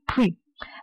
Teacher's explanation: 这是一个塞擦音，为什么叫塞擦音？它有点儿阻力